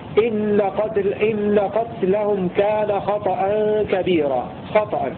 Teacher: بفتح الخاء وتحريك الطاء بالفتح